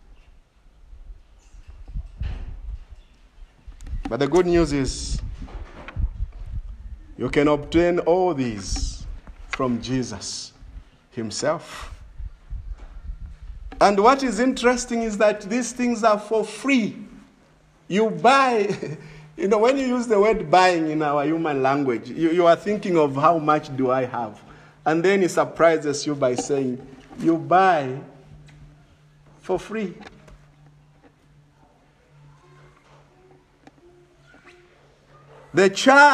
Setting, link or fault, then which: setting, large echoing room